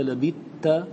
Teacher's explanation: فتدخل الثاء في التاء وتنطق بتاء مشددة · Term: إدغام التاء أو الثاء